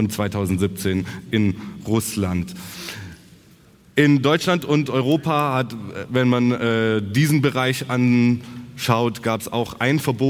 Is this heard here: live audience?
yes